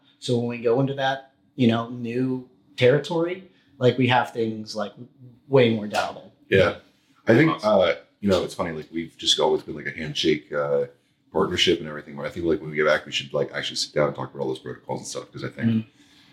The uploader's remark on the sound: Apologies for the audio, someone lost the memory card with the microphone audio so we had to use the camera’s backup audio.